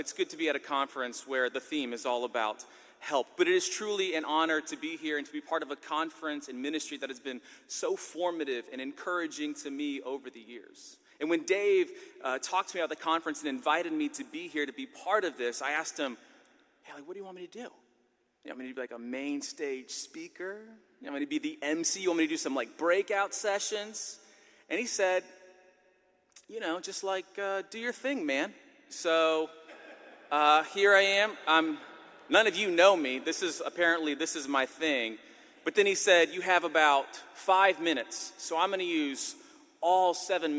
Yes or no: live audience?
yes